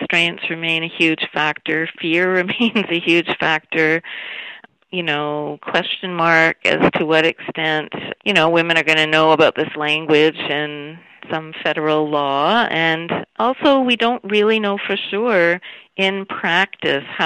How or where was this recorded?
phone line